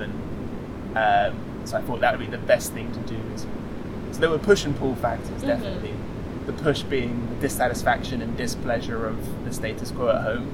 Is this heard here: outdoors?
yes